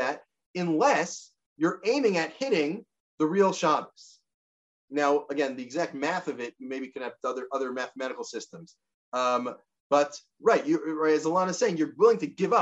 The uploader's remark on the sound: This audio was captured from Zoom. As part of Drisha's Spring Zman.